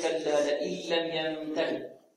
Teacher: يعني تنقلب النون إلى لام وتضم في اللام، لام خالصة · Term: إدغاما بغير غنة